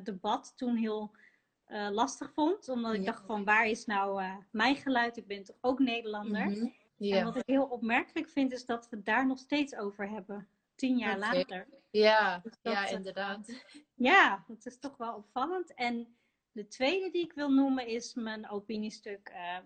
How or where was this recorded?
video call